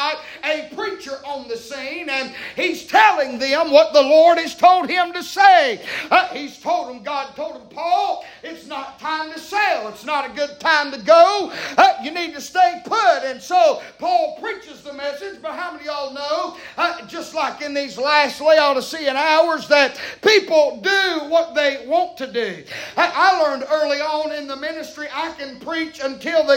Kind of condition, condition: setting, large echoing room